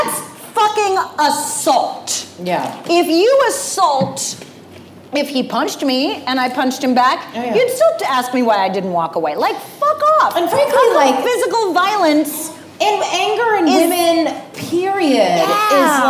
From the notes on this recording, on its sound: Our first LIVE SHOW RECORD!